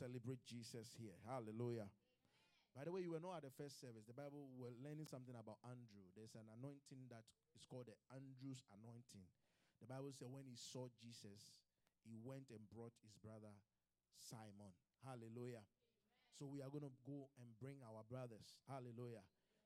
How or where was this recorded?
live audience